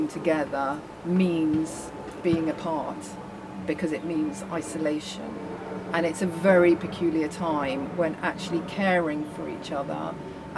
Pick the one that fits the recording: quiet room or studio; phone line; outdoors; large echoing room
outdoors